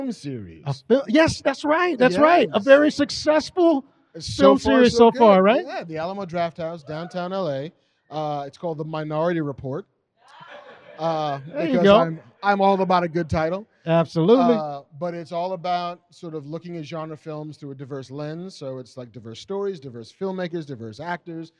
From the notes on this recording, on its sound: live from the Scum and Villainy Cantina in Hollywood, CA